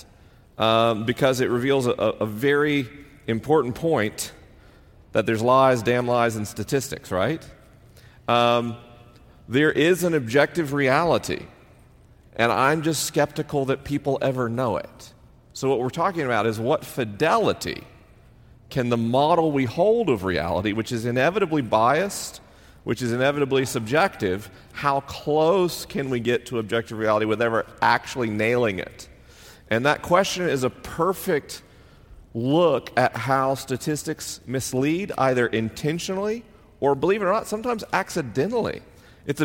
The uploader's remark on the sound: LIVE in Los Angeles, CA. This week is a live episode. The questions are unscreened and the answers are unrehearsed. I'm traveling around the country on tour.